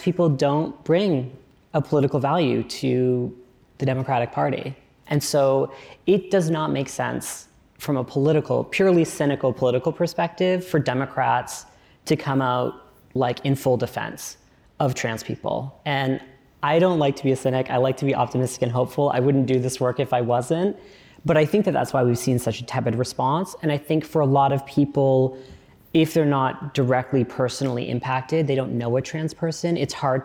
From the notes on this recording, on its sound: In this conversation from the Crosscut Ideas Festival